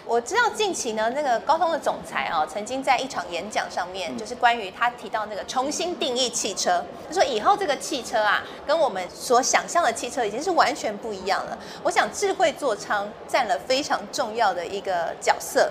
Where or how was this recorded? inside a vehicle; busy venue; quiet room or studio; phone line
busy venue